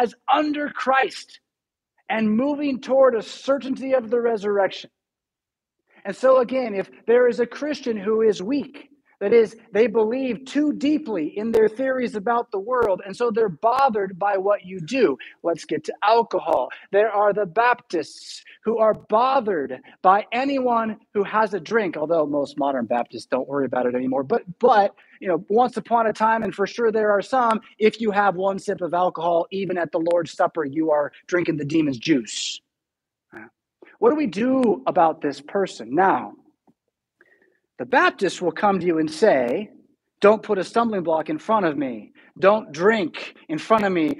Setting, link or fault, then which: setting, large echoing room